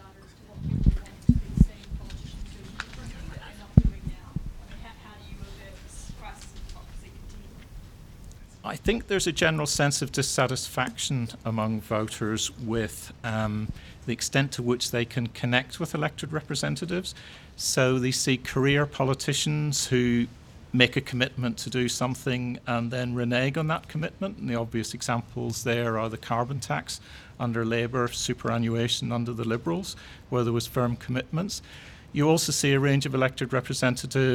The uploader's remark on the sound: Live from Parliament House.